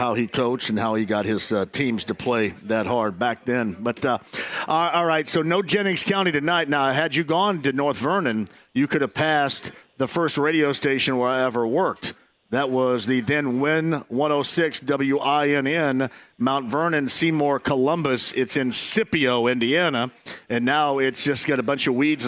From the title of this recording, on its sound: Live From The Slippery Noodle